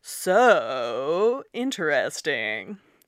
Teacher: Like it goes up and then it goes down and then it goes up a bit again. If you think about the pitch of your voice when you say something in like really deep sarcasm, like so interesting, that so actually makes the shape of the tilde when you're saying it.